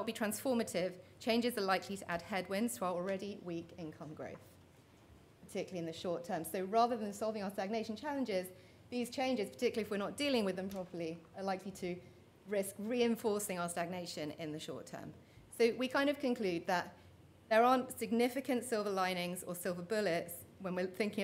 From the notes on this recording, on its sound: Session 2 at The Economy 2030 Inquiry conference.